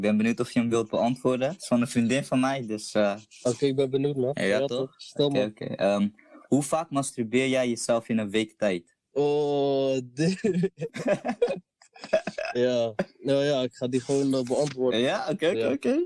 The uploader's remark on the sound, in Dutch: Omdat wij de richtlijnen van het RIVM volgen hebben er geen face-to-face ontmoetingen plaatsgevonden. Alle opnames zijn online op afstand gedaan. Hierdoor kan het zijn dat u de kwaliteit van de opnames niet van ons gewend bent.